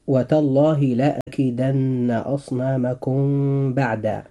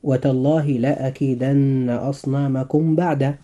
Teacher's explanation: والإخفاء الشفوي له حرف واحد هو الباء، وتصحبه مع ذلك الغنة، فإذا وقعت الباء بعد الميم الساكنة أخفيت الميم · Shown in: first take · ويسمى ذلك إخفاء شفويا لخروجهما، أي خروج الميم والباء من الشفتين.